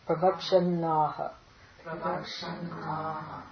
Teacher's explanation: That double nakara is because of the short vowel before, right? Before a dental na or lingual, even a lingual na or a, I think even the na, the guttural na, the na will double if it's preceded by a short vowel.